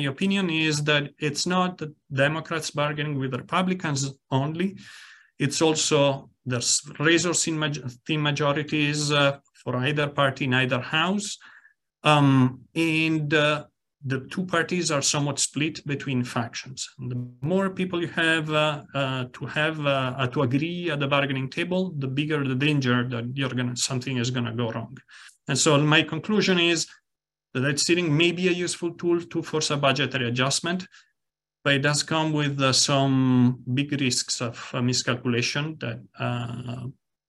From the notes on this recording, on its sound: Recording sourced from our webinar held on May 24, 2023.